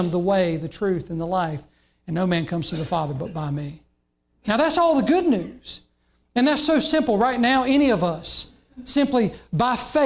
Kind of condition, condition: setting, large echoing room